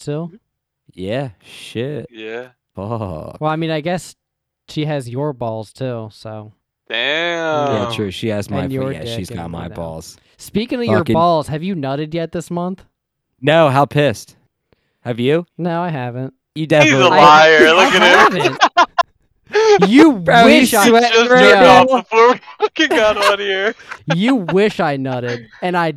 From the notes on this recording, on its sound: Was recorded virtually which caused a few slight audio distortions.